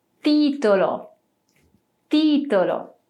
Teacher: quando temos a letra T antes da vogal I em italiano, vamos sempre pronunciar T, com esse som mais seco.